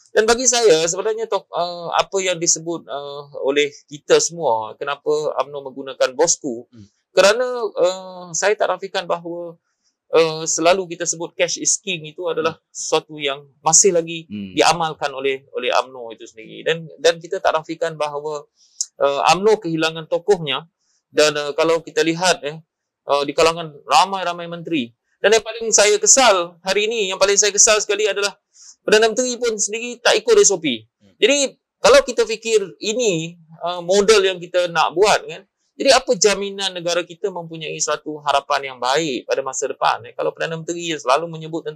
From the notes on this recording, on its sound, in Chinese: 本集访谈为现场录音，收音效果不佳，收听时造成任何不适，敬请原谅